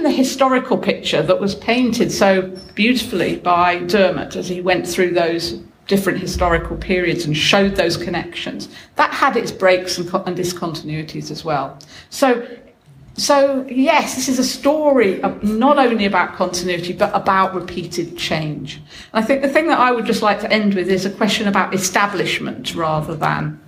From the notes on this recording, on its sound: This podcast is a roundtable discussion at the ISKCON 50 conference at Bath Spa University, 2016.